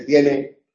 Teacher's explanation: Otra cosa es cuando ya no se pronuncia la S, eso lo veremos en el tema 5, y entonces tienes se dice tiene